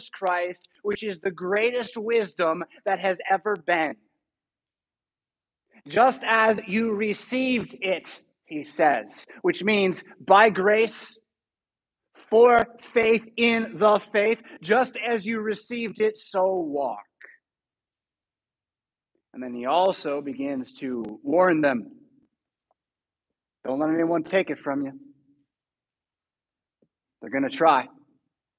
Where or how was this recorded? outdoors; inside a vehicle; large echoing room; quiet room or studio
large echoing room